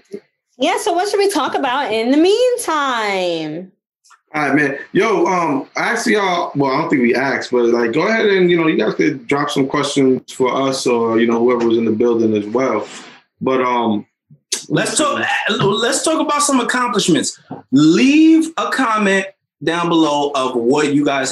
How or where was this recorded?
video call